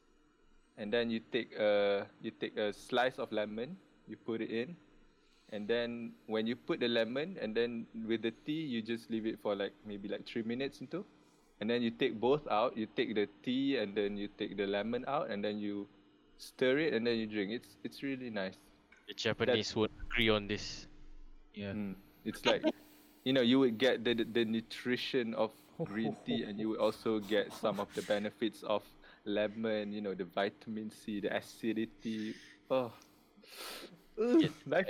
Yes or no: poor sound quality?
yes